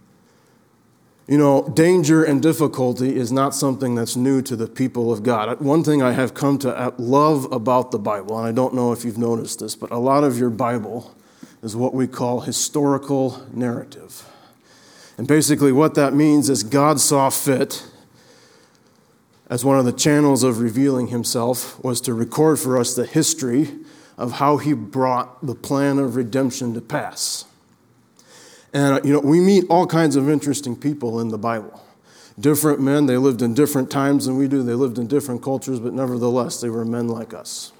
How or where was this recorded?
large echoing room